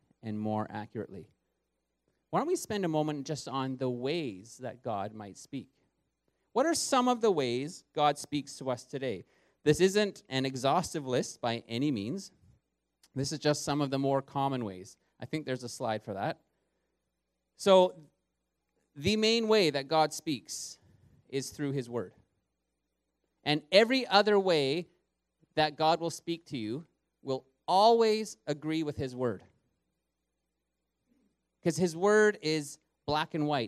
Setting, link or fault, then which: setting, large echoing room